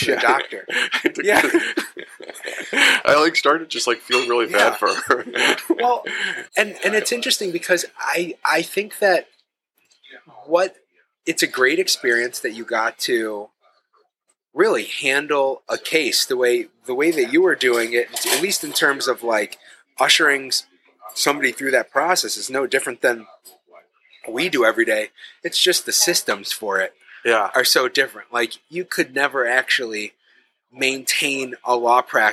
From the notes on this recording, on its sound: This episode was recorded at Stownut Donut & Diner.